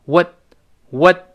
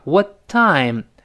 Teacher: What time 那个 what？中间那个 t 失去爆破了。因为后面 time 又是辅音开头嘛，所以 what time whatwhat？你看，时间顶住，稍微停一下，whattime？那个 time 就出来了，啊。然后 did you call?